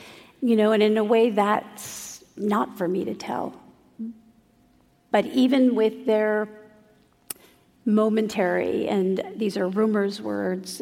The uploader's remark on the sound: Traveled to San Francisco. In front of a sold-out crowd at an event hosted by City Arts & Lectures.